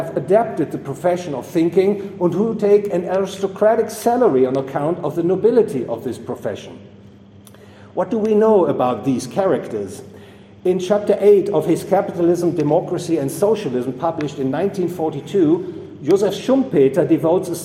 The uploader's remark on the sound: recorded 17 September 2022 at the Property and Freedom Society, Bodrum, Turkey.